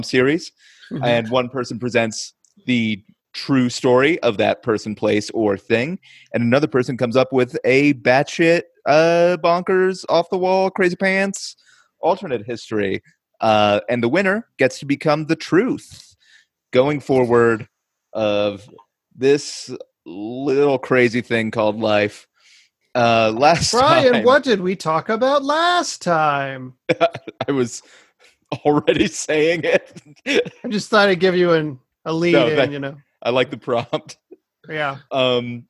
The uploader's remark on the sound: The audio for this podcast came directly from our Zoom call, so the quality is not up to usual standards.